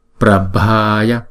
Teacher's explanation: Chữ Pra và chữ Ya là đọc một nhịp, còn chữ Ba là hai nhịp. BH chúng ta đọc là B.